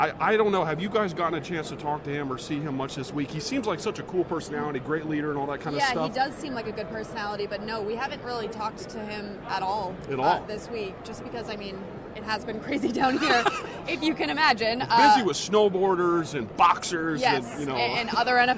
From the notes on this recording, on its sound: The REAL THING Patriots Podcast comes at ya live from the Mall of America in Minneapolis, Minnesota.